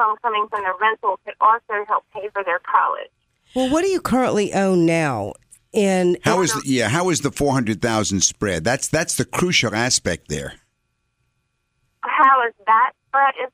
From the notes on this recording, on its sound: Financial planning call-in show.